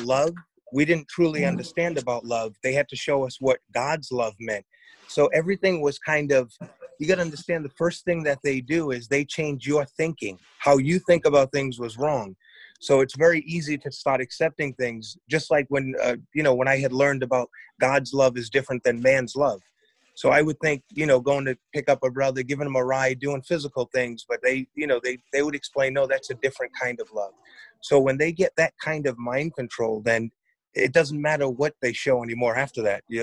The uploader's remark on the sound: I was blessed to have had a Zoom conversation